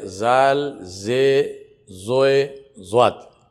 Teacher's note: In Urdu, all four have the same pronunciation, which is za.